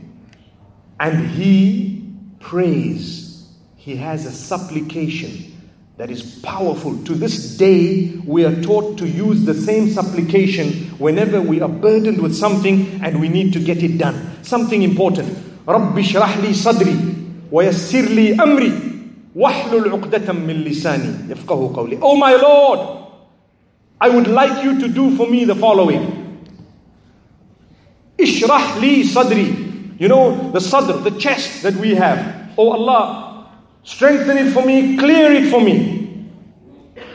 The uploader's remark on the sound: This is a lecture delivered at the Aayaat Conference by Connect Institute in Manila, Philippines.